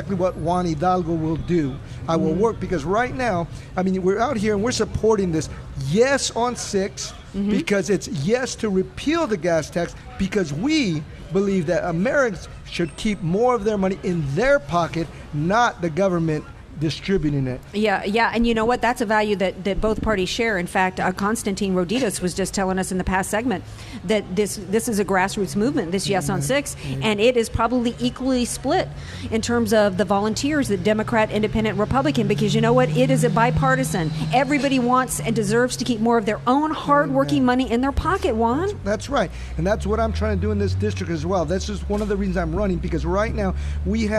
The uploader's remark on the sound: Live from Yes on Prop 6 Rally at Valero Gas Station in Chula Vista!